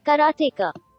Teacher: Every syllable had the same emphasis. It's right in the middle.